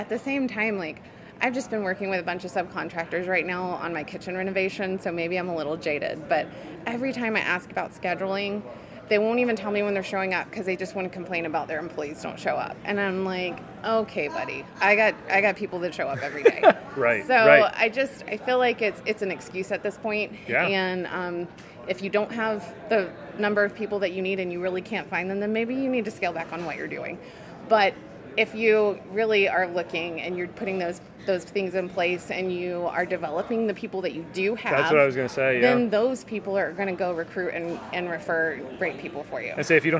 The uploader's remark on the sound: BONUS content recorded at SYNKD Live 2024! BONUS content recorded at SYNKD Live 2024!